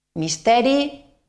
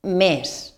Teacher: Misteri, du una E oberta, i més du e tancada.